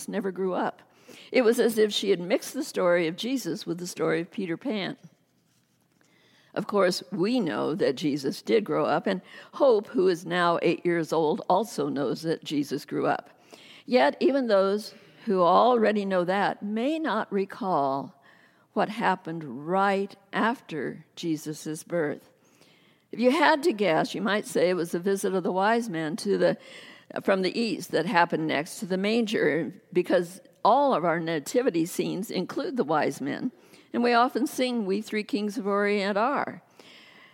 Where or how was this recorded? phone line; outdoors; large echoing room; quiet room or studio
large echoing room